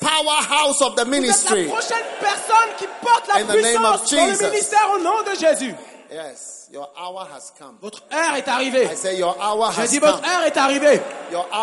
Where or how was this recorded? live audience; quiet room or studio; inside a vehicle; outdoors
live audience